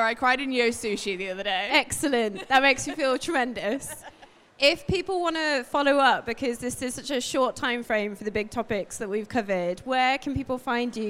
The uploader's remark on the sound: Today’s setting is slightly different from our previous ones, we’re sat on stage at Manchester Coffee Festival with a live audience while this is being recorded.